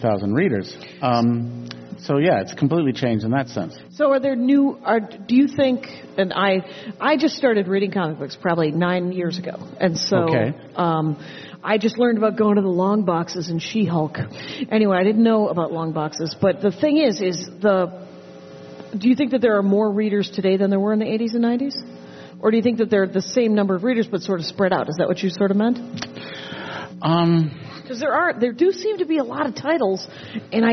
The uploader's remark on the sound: I’m Live at in Minneapolis. TDF EP 131 – LIVE. I’m Live at in Minneapolis.